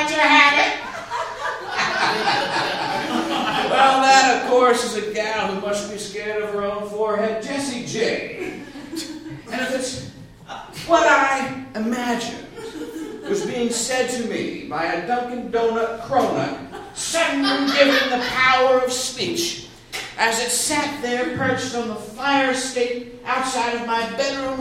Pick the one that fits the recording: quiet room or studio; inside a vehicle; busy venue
busy venue